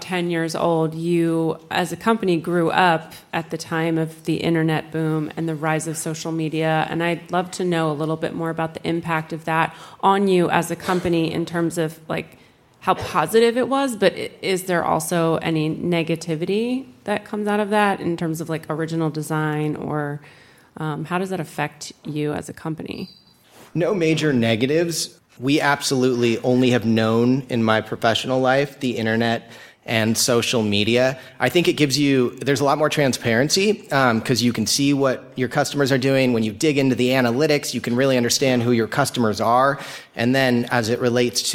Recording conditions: busy venue